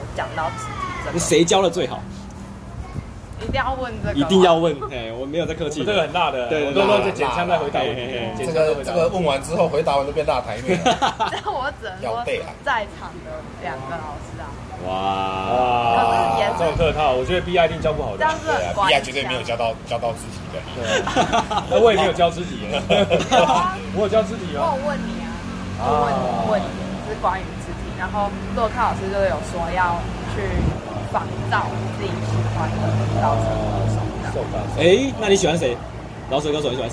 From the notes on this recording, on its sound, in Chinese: 錄音地點：台南 牽咖啡